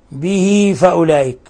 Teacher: الكسرة أشبعناها فصارت ياء، لكن هذه صلة صغرى، صلة صغرى لأنه ليس بعدها همز.